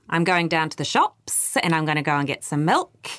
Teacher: in New Zealand, often our statements sound like questions